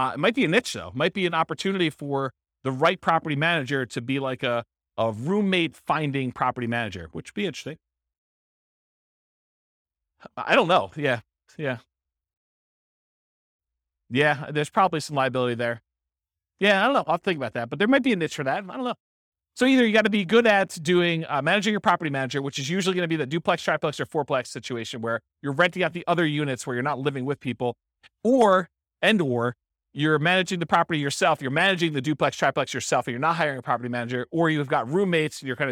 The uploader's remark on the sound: This was a live class recorded